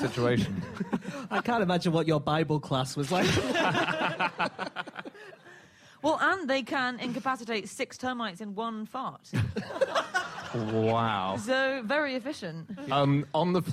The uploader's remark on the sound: Live from The Edinburgh Festival